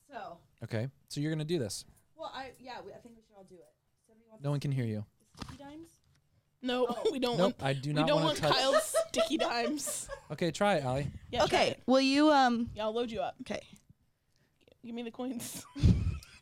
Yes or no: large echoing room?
no